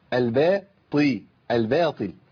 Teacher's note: الطاء المكسوره ضعيفه مش بقوه الطاء المفتوحه، مش زي الشيطان